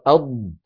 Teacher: أن يقرع الإنسان بلسانه مخرج الضاد من الحافة الداخلية للأضراس